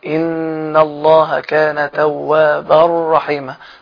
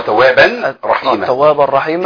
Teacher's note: ده اللي احنا اتكلمنا عليه ان هو الادغام بغير غنه اللي هو توابا رحيما